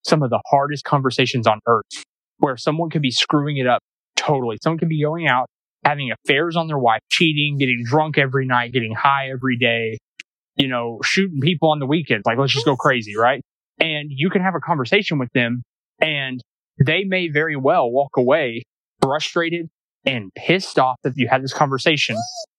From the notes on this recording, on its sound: we took a walk through nature (Sorry about the crunching sounds)